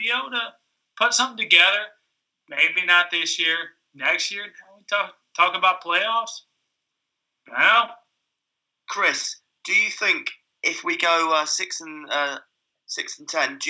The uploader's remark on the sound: 3 way Skype. From Columbus Ohio.